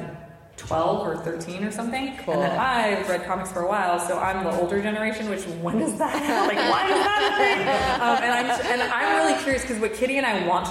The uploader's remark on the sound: live at Emerald City